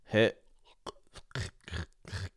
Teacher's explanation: it's like you want to swallow your T, and it stays stuck in your throat and you want to spit it out by tightening your throat · Term: glottal T